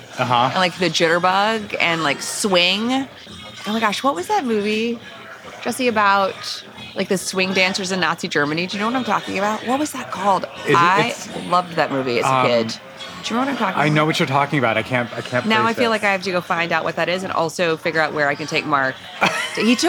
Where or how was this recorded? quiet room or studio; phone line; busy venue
busy venue